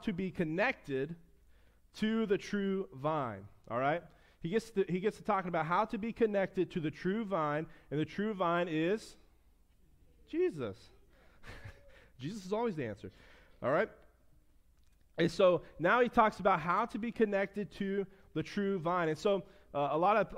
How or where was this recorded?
large echoing room